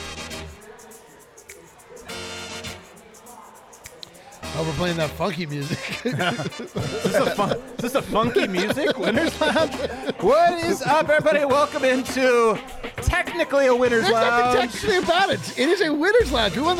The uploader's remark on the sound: Live from the Winner's Lounge.